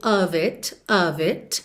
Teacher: OF, sempre com som de OV